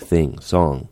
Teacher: That consonant is made with your soft palate dropped to meet the back of your tongue. So the back of the tongue goes up to some degree and the soft palate comes down to some degree, so they meet in the middle, closing off the air that's going out your mouth and redirecting out your nose. · Term: NG sound